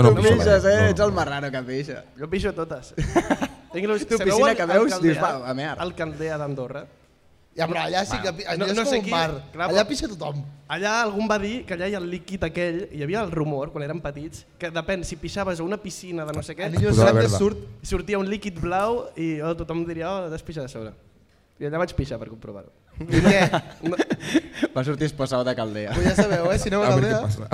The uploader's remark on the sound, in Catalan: Avui us portem segurament el capítol més especial de tota la temporada, en directe a la Festa Major de l'Eixample de Sabadell.